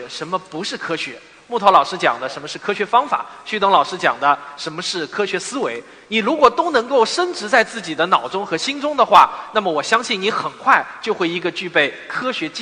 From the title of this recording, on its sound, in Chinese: 429理性的力量科普演讲会现场实况录音